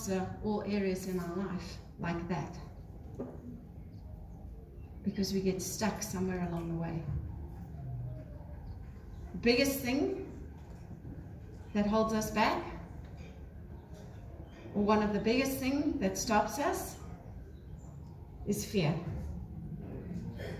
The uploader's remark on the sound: Live From Global Woman's Club.